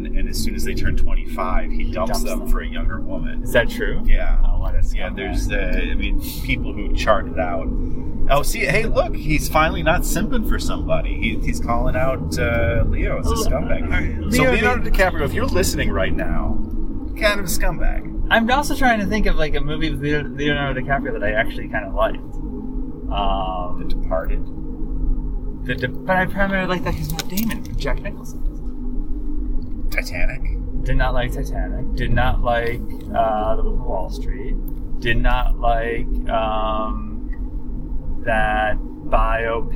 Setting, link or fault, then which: setting, inside a vehicle